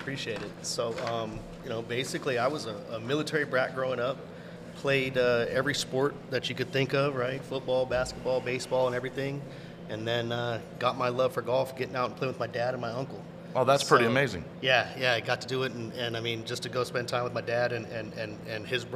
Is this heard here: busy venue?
yes